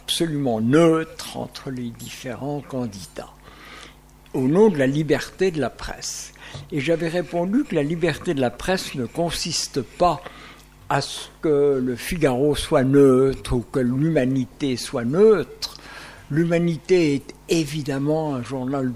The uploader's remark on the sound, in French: Echanges enregistrés à l&#8217;occasion du déjeuner de l&#8217;avant-garde de l&#8217;Optimisme, le 14 décembre 2015, au CESE. Echanges enregistrés à l’occasion du déjeuner de l’avant-garde de l’Optimisme, le 14 décembre 2015, au CESE.